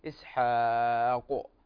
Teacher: مع إظهارك للقلقلة في حرف القاف لا تنسى أنه حرف مفخم · Term: القلقلة